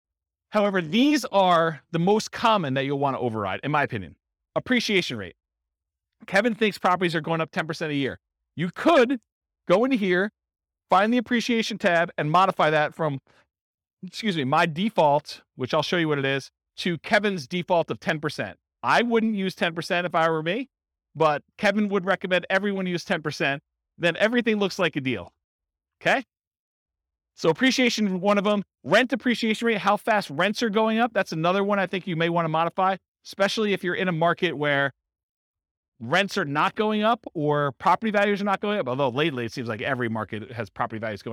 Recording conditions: live audience